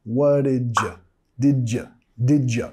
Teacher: Vinculando con el sonido j